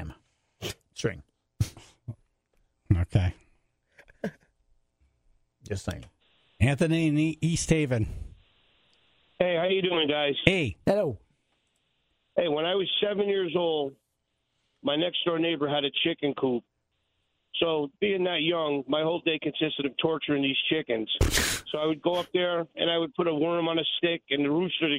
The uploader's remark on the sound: Took calls from the Tribe about their animal encounters.